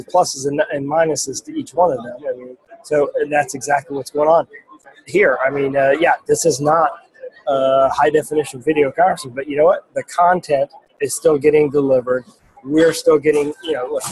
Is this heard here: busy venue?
yes